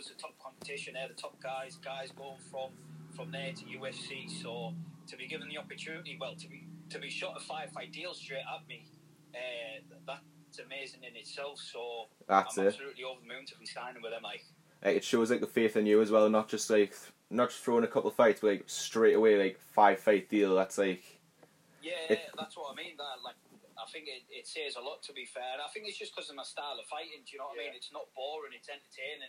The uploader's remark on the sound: via phone call